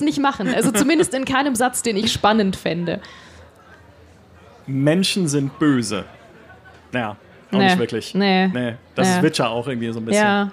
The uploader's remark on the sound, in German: Live-Podcast vom Münchner Geek-Festival